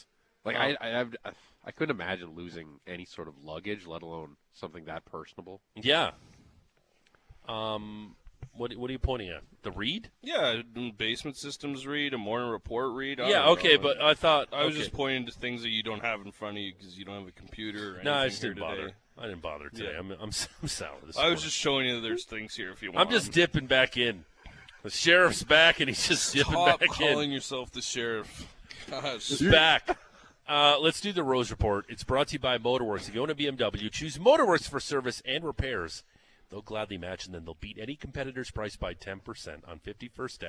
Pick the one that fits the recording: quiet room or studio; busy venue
busy venue